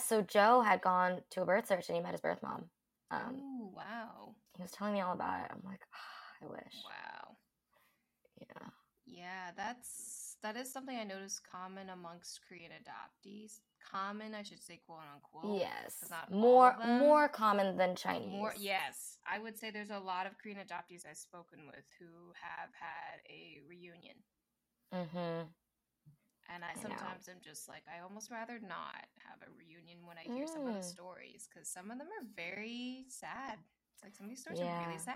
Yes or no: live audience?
no